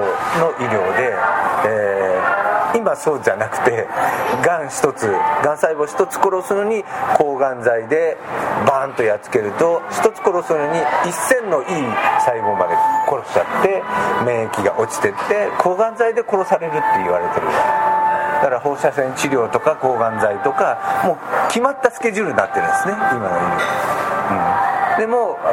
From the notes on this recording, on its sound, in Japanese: カルビ屋大福 柏の葉店にて収録。カルビ屋大福 柏の葉店にて収録。